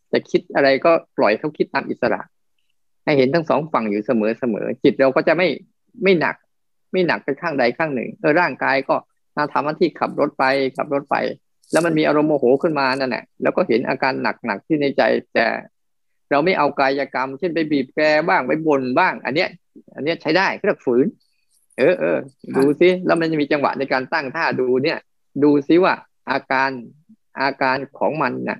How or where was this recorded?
video call